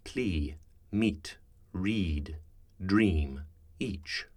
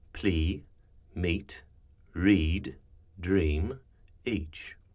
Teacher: Contemporary usage, on the other hand, uses an on-glide sound, where one slides into the E sound from a schwa · Shown in: second take · So the sound is E, E.